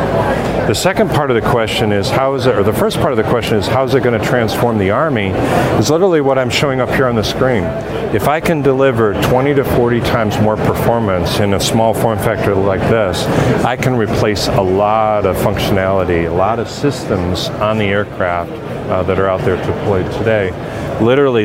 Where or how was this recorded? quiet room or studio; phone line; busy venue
busy venue